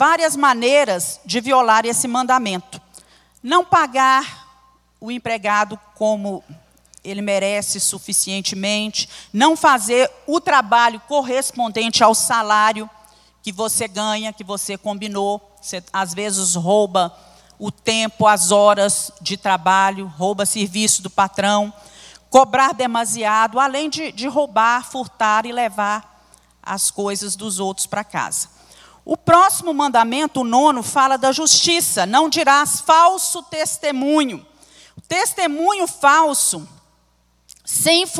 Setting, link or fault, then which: setting, large echoing room